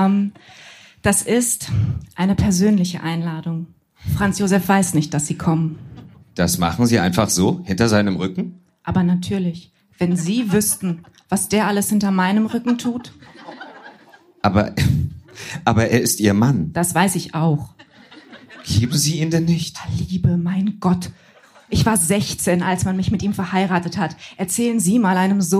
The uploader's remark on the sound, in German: Heißen Dank an den Baergarten des Revier Südost, unser tolles Publikum